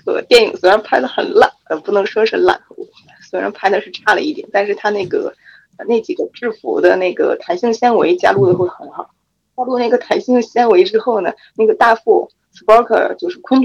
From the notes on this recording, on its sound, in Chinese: 我们与听众们线上网聚唠嗑，这是其中一段录音。长达4小时的网聚由于又一次的录音事故，抱歉只能放出这么多，其他灼见留在了记忆里。